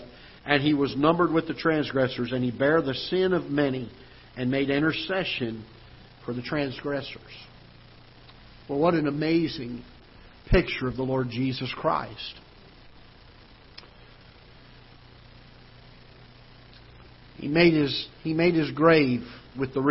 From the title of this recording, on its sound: Ketha Heights Baptist Church ~ Live Broadcast